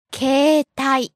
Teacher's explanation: when you pronounce it normally, you don't really say E in the middle. Right, 携帯 Yeah, you just sort of extend the A sound, 携帯, right?